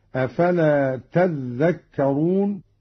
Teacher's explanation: قرأ قالون بتشديد الذال هكذا: أفلا تذكرون. والأصل تتذكرون، أدغمت التاء في الذال